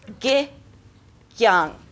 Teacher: And not having the ng on that is consistent throughout this piece of music and is consistent to this particular dialect. In fact, pronouncing these g's as hard g's, as g instead of j sounds, is also part of the dialect of this region